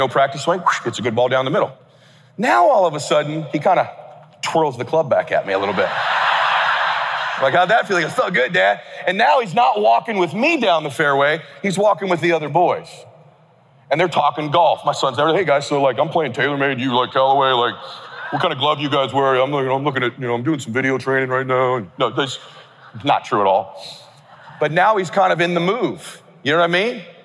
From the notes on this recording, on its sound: Keynote Address at KWRI Family Reunion 2023 (Video Replay).